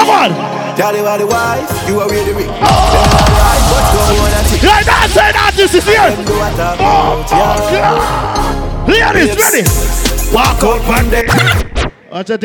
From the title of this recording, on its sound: LIVE AT GALLIS WEDNESDAYS